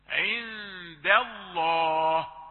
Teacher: عند الله سبقها فتح تيجي مفخمة